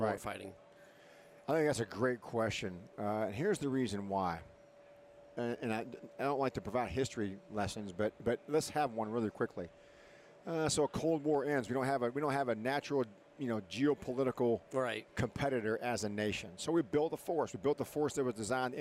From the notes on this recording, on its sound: This week we are recording from the floor of Modern Day Marine so that we can bring you the events and personnel of this outstanding convention as it’s going on.